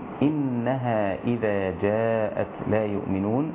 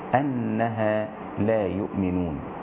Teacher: الوجه الأول وهو كسر همزة إنها، والوجه الثاني بفتح همزة أنها